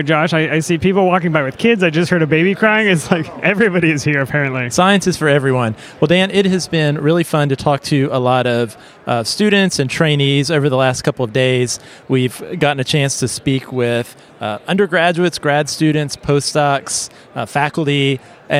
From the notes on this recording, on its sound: Society for Neuroscience 2023 – LIVE! We chatted with students, postdocs, and faculty. We recorded this special update from the hall of posters and vendors.